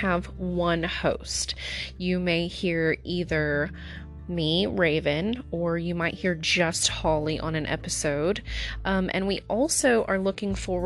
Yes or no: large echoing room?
no